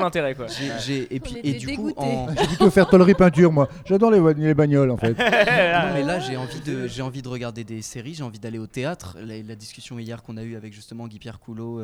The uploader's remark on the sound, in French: invitée aux Etats Généraux de l' AAFA - Actrices et Acteurs de France Associés, a enregistré des discussions avec différents participants